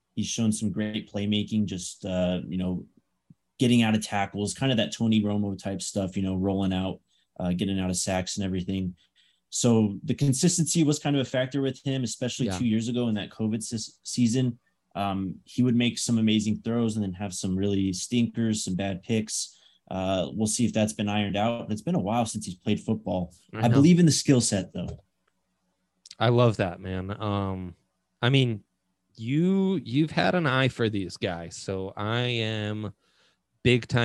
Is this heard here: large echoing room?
no